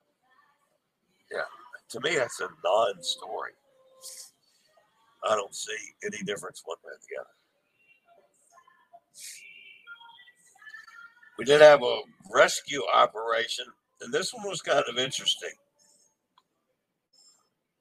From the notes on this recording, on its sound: LIVE from Puerto Plata, DR on MSC Seascape